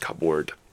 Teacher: So you spell it as cupboard, but you don't pronounce the P at all when you pronounce cupboard · Term: silent